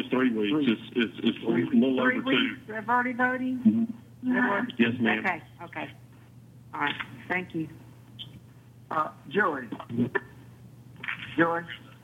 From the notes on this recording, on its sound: Regular teleconference meeting of the Liberty County Board of Commissioners.